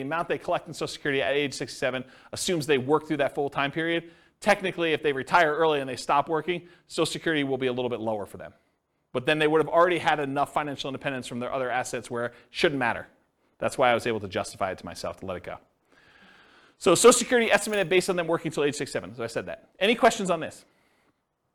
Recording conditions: live audience